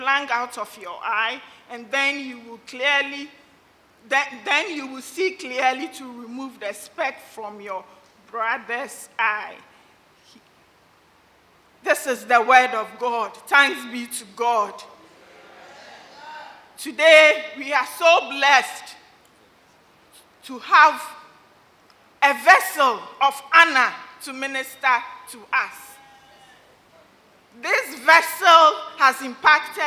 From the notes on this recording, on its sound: Sermon preached at CBC Shiashie Campus